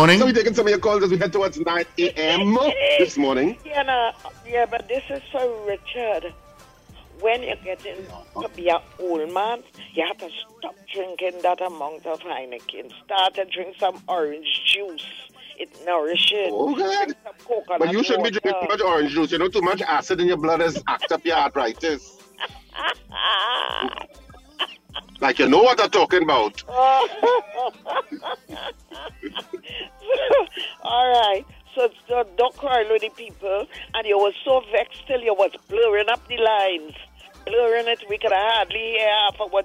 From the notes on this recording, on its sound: we take more calls from the audience